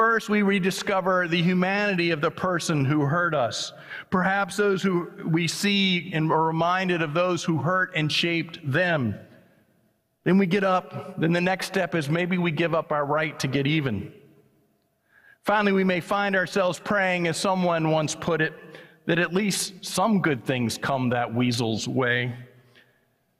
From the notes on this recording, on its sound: was preached at First Presbyterian Church of Allentown on August 13, 2023.